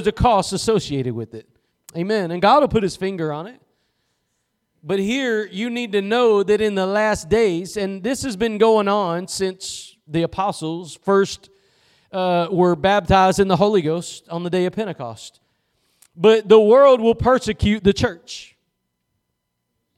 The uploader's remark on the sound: Preached at Gospel Lighthouse in Bossier City, La.